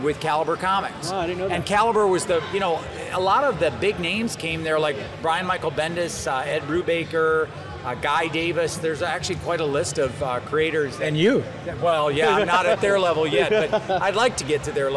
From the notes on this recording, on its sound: This episode is “Live” from Fan Expo New Orleans.